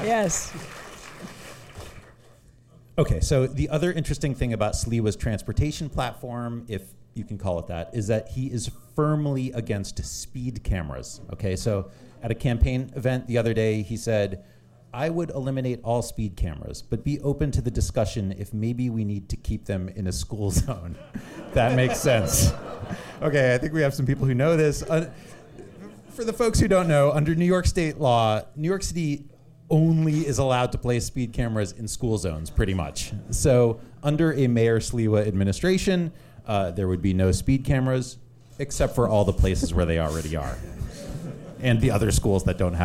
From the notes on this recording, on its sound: The War on Cars recorded a live show at Caveat on the Lower East Side of Manhattan.